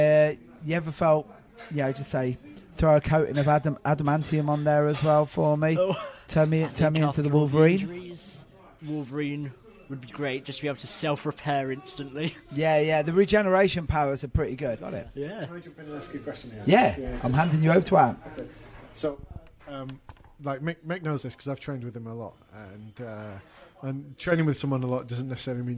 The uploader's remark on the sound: Recorded earlier this year at the Warriors Assemble awards.